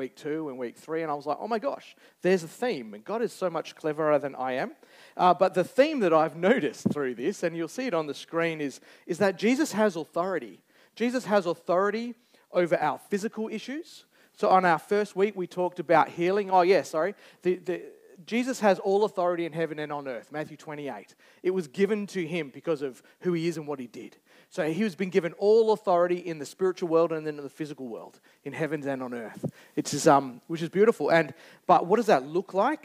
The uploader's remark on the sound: Recorded Live on 19th November 2023. Geraldton Baptist Church.